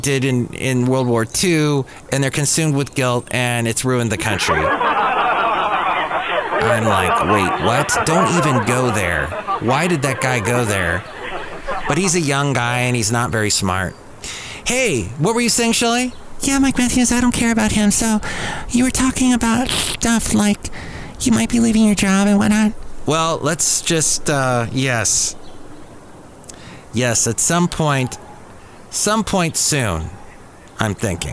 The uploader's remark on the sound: podcasts live from Cafe Anyway